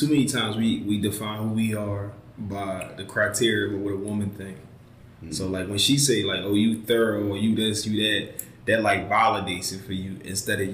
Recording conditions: poor sound quality